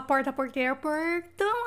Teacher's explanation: arrasto aquele R que é uma coisa louca que é o interior do estado de São Paulo